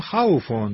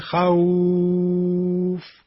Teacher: به معنی اینکه خوف فا ساکن شد به خاطر وقف ما، این سکون فا سبب مد واو میشه، خوف، در حالی که در وصل میگفتیم خوفون، نمی کشیدیم، اما در وقفش میشه خوف · Term: مد لین